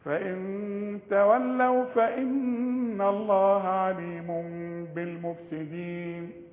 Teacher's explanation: هنلاقي الميم فوقها ميم، المفروض ضمتين، عليم، انما اتشالت ضمه وتركبت ميم، لان كل تنوين يجي بعده حرف الباء يحصل للتنوين قلبة، العلماء بيسموه اقلاب، نقلب مع الاخفاء بالشفايف مع الغنة